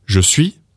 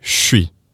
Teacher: We have the French CH sound. Je becomes sh. So instead of saying je suis, we say chui. · Shown in: second take · But it's much quicker and it's much easier in the mouth. · Now the most common one you're going to find is je suis being turned into chui. And yes, we don't even have a J sound anymore. We have the French CH sound. Je becomes sh.